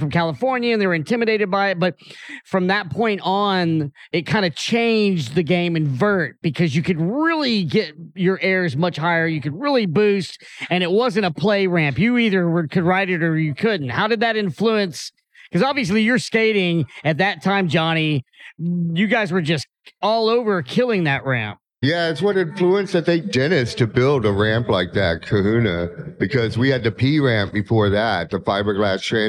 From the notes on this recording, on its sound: This recording took place at the Banger in the Hangar Contest in Houston, Texas in November 2023. We set up an impromptu "studio" in the shipping container on the side of the vert ramp.